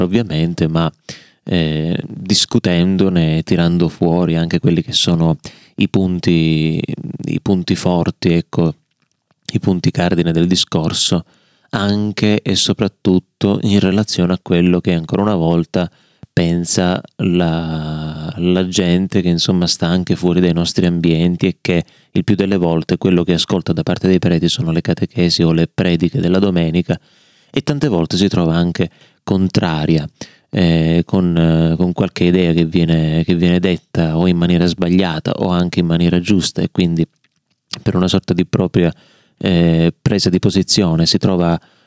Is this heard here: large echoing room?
no